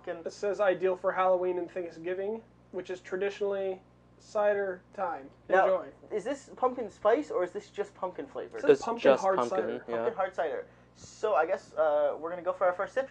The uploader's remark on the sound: The audio for this episode was recorded on different microphones which we later found had a loss in quality.